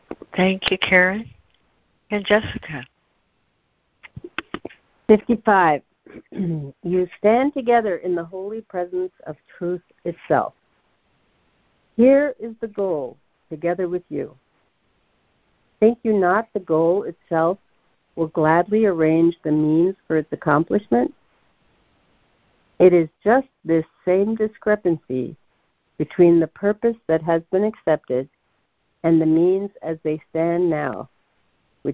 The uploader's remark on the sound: ACIM Daily Conference Call.